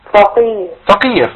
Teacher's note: الفاء عندي مرققة والقاف ضعيفة، فما خليش القاف تعلى ولا الفاء تعلى معاها